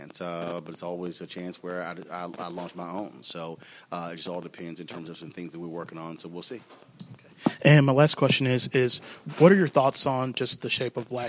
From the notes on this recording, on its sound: Live From The 2017 Masters of Funk Tour.